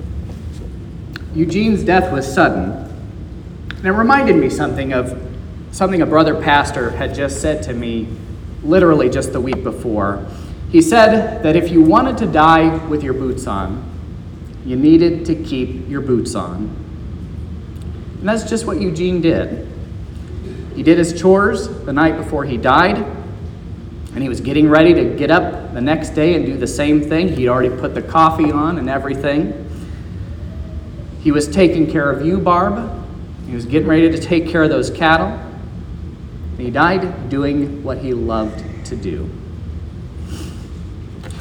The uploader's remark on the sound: This is the sermon preached at Trinity Lutheran Church in Vallonia, Indiana, on Sunday, February 26th, 2023. This was the funeral sermon.